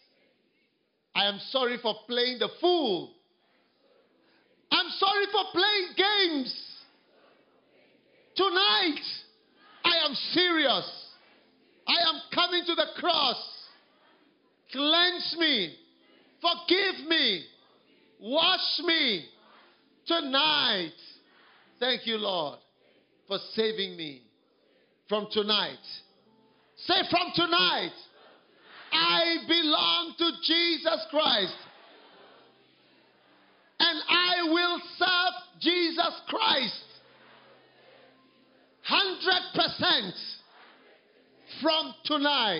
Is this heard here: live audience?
yes